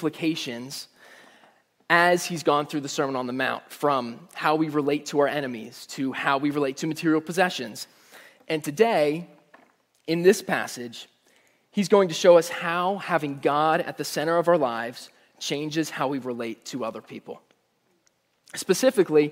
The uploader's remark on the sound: Message Preached at Valley Creek Church